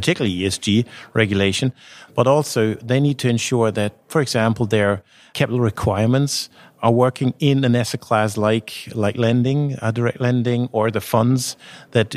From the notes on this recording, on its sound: we are pod-casting live from the first Consumer Finance Summit in Cologne on October 27th